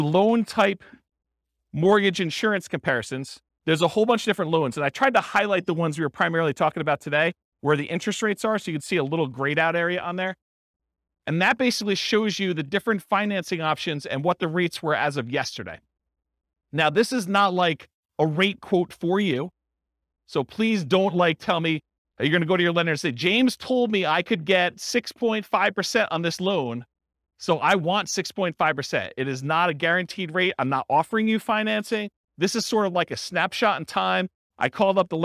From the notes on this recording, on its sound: This was a live class recorded